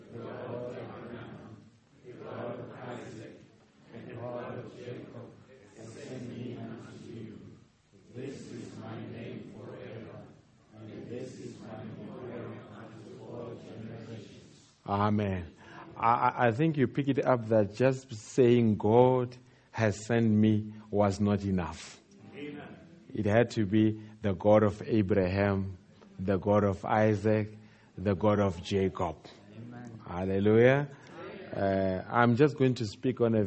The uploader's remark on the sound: Preached At The Country Tabernacle